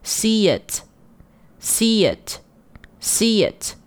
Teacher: See 和 it 连读，连读的时候还是用一个 y 的滑音连接